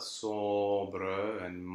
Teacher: you really have to be careful to sing the vowel, so in this case, the closed O, with not too much nasality, but you have to sing that vowel for the whole length of the note and put the next consonant really at the beginning of the next syllable.